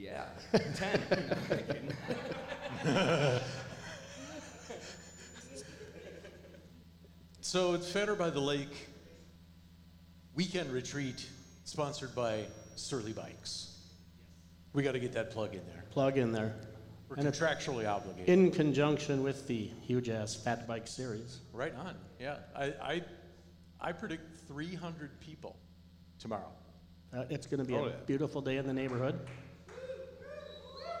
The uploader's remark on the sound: Recorded in bits and bytes in the studio and in front of a live audience.